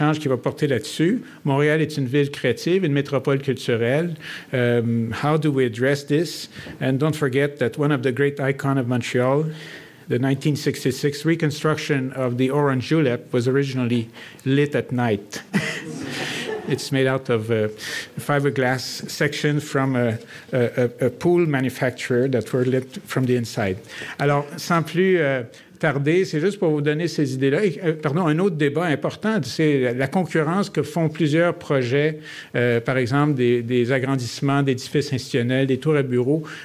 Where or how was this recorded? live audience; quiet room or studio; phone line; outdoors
live audience